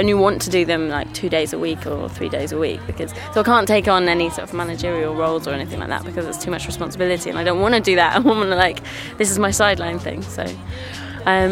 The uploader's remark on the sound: at Shambala Festival